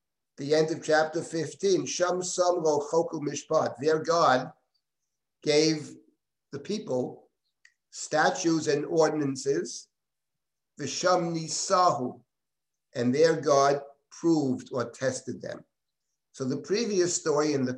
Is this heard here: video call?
yes